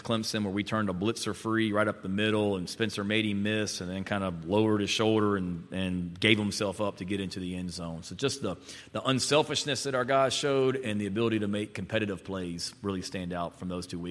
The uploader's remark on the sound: SEC Media Days LIVE! 2023 SEC Media Days live from Nashville.